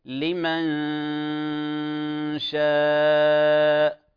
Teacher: غنة الإخفاء الملاحظ في قراءتك لمن شاء لمن شاء كأنك تظهرها، والأصل أن كما قلنا في الإخفاء الحقيقي أن جسد النون غير موجود ولكن تصويتها موجود، تصويتها والغنة الغنة بدل النون، وتحضر مخرج، تحضر مخرج ماذا؟ تحضر مخرج الشين لمن شاء، والغنة شغالة ومخرج الشين شغال